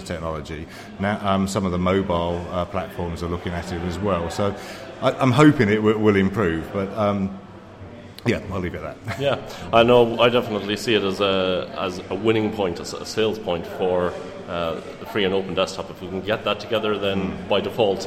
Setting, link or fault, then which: setting, busy venue